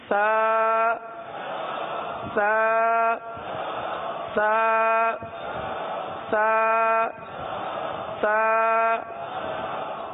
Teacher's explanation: تو آپ زبان کا کنارہ جو ہے، زبان کا سرا، زبان کا سرا اٹھا کر اوپر کے دانتوں کے اندرونی کنارے پر لگائیں گے اور پھر آواز سیٹی کی نہیں آئے گی بلکہ سانس کی آواز جاری ہوگی. اس طرح سا سا سا سا سا.